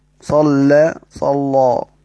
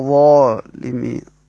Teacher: غلظت اللام لمناسبة مجاورتها بعض حروف الاستعلاء لتقريب النطق باللام من الحروف